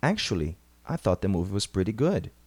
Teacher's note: Perceba como a entonação sobe no início da frase, rising intonation, e desce no final, falling intonation. · Term: non-final intonation